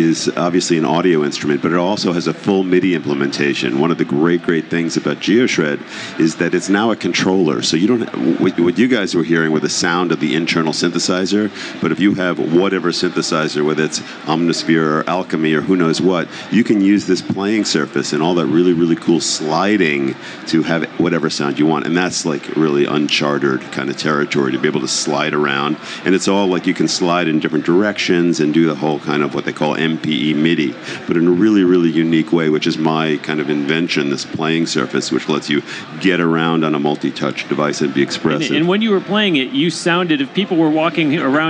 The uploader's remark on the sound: during the Winter 2017 NAMM show in California